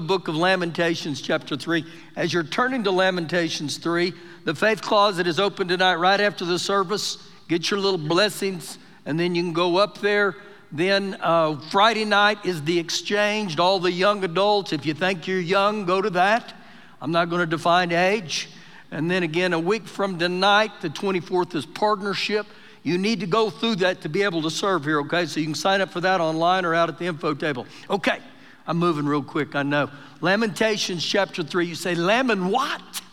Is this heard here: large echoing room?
yes